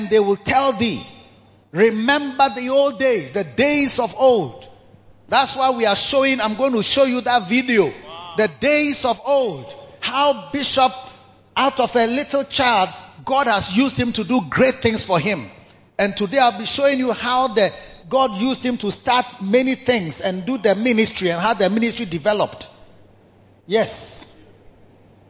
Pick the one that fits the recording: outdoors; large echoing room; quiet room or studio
large echoing room